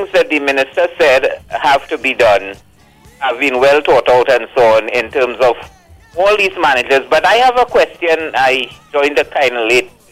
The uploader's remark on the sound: we take more calls from the audience